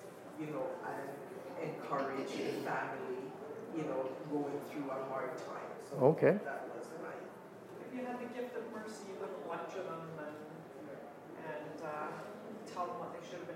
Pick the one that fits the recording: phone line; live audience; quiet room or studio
live audience